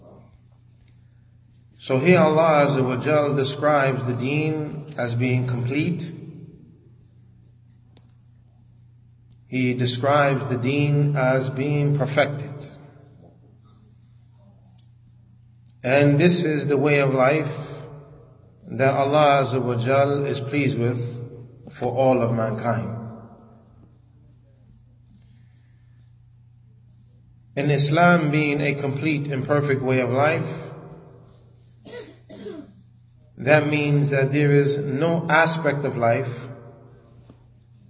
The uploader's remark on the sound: Lecture given at Masjid Nur Allah, Queens, NY